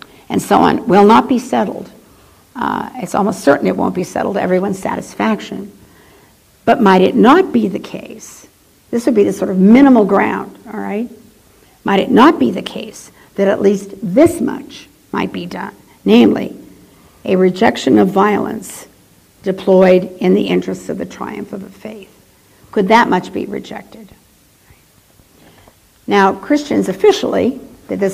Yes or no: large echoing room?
yes